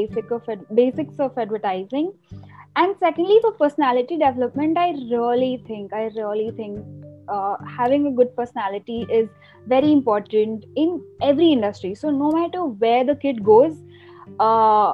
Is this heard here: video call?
yes